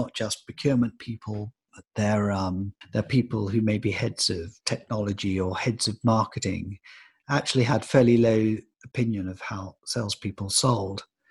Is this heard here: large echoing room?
no